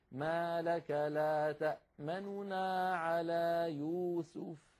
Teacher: النون الأولى تبقى مضمومة ولكن نخفض صوتها ونسرع قليلا · Term: الاختلاس